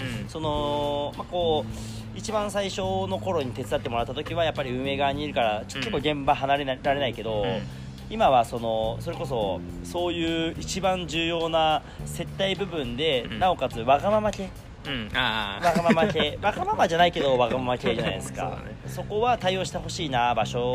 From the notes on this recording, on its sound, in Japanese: Anchor epic屋上収録 2020/06/15